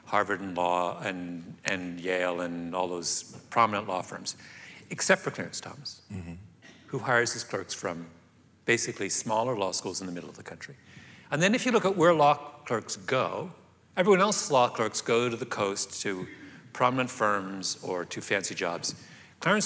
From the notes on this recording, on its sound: The conversation was recorded on September 27, 2019 in front of a live audience at New York's 92nd Street Y.